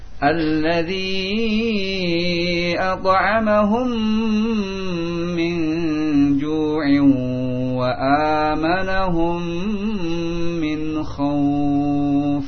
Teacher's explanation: dimasukkan mim yang sukun pada mim yang berharokat dengan ditahan dua harokat · Term: idgham syafawi